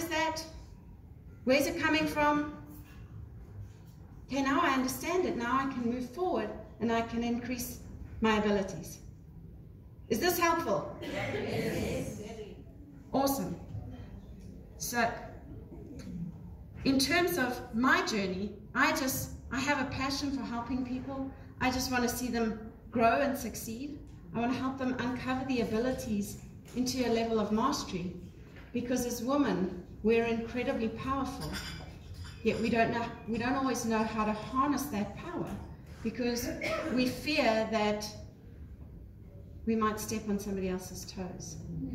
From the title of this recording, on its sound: Live From Global Woman's Club.